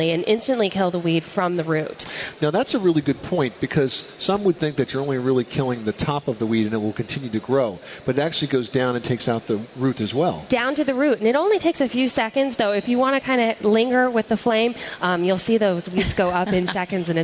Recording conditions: busy venue